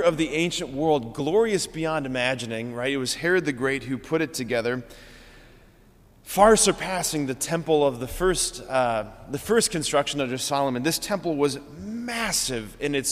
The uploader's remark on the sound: preached this homily on November 28, 2023 at Sacred Heart of Jesus Catholic Church in Wadsworth, OH.